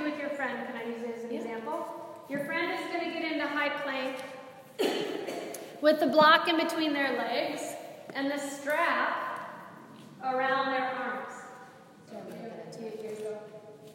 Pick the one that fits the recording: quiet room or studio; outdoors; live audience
live audience